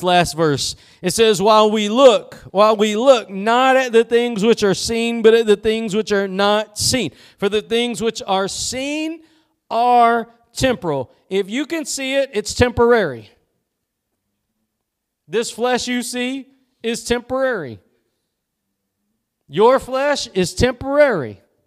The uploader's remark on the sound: Preached at Gospel Lighthouse in Bossier City, La.